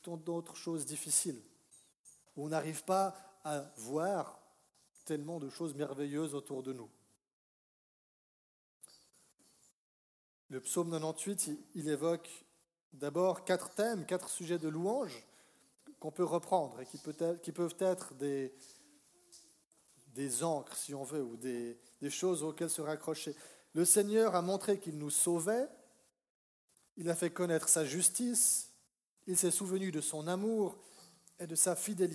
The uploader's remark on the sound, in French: Message enregistré lors d'un culte "Jeunesse et Famille".